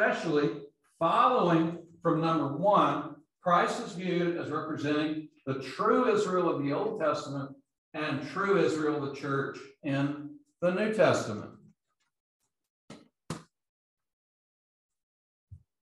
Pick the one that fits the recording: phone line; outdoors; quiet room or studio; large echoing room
large echoing room